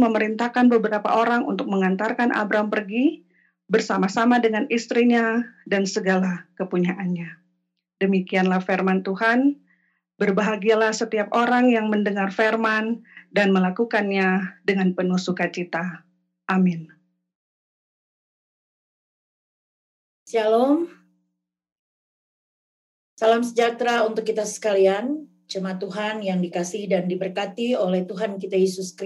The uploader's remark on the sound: RSK 98.6 FM: Ibadah Minggu GKI Kalvari. Zoom Meeting.